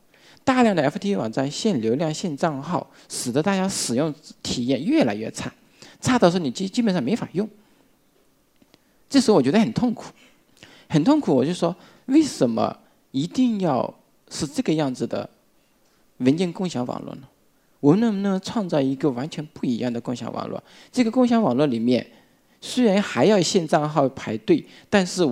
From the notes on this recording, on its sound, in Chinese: 一席现场